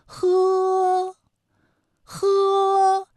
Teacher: 舌根要用力，尽量的上拢靠近软腭，让气流从舌根和软腭之间流出，喝喝，哎，我们喝的时候啊，这个舌根要用力啊，找到这样的感觉。佛和喝啊，发音的时候呢，声带都不颤动，这一点很好判断，我们发音的时候摸一下自己的声带，感受一下就行了。好，我们继续给大家带来一组变音的对比练习。首先我们来看一组字，发花，发花，翻欢，翻欢，方慌，方慌，飞灰，飞灰，缝横，缝横，富户，富户。好啦，跟住落嚟继续系仲由中国。咁头先片中就讲到咗赵志凤，咁佢嘅